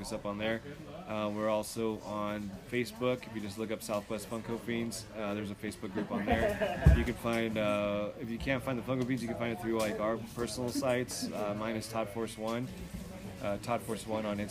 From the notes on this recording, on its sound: In today’s episode the guys were live at Lobo Comics